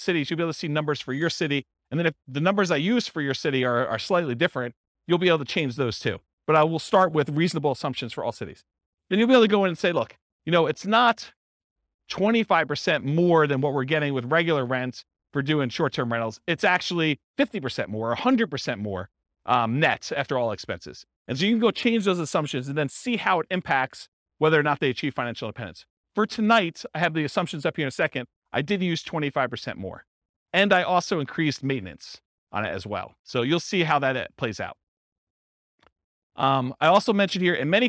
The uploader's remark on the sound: This was a live class recorded